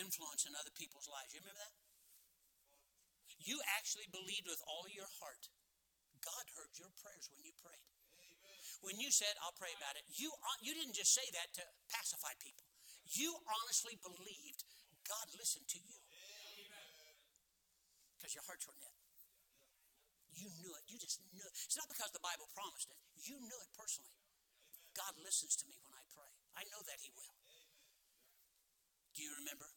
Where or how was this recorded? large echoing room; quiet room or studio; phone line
large echoing room